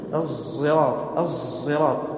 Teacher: لأنها أولا مطبقة مهموسة، كثير من يقول يجهرها كالزاي، هي مهموسة لأن غالب الصفات صفات الصاد، تنطق زايا بصفات الصاد مهموسة الصراط الصراط، وليس مجهورة كالزاي، ومطبقة ومستعلية لتكون صفاتها الغالبة زايا صادا عفوا، لهذا قالوا قريبة للصاد. · Term: الصاد المشمه زاي